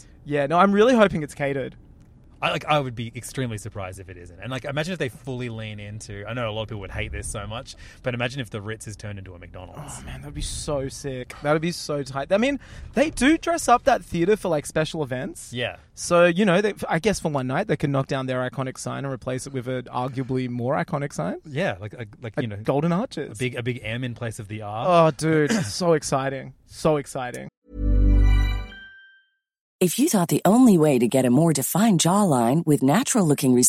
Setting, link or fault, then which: setting, inside a vehicle